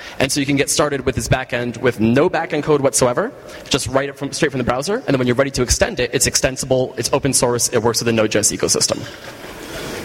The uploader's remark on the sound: Live from ng-conf!